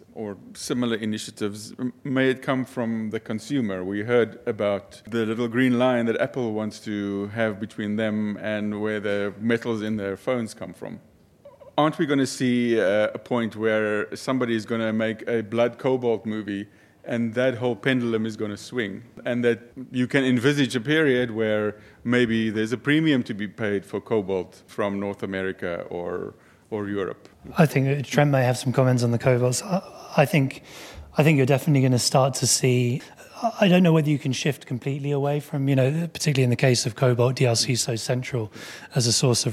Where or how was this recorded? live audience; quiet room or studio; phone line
live audience